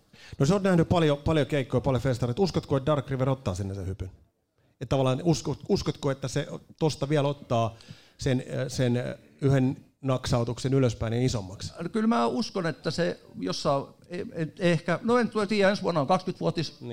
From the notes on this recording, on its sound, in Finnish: Jakso on tallennettu sataprosenttisesti livenä elävän yleisön edessä Ravintola Bar'kkissa.